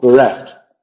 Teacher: Entonces la sílaba remarcada empieza con R